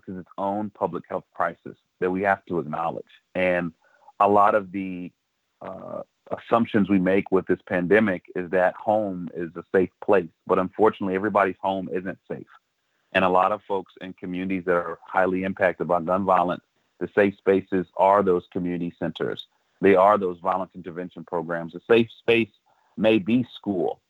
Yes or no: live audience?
no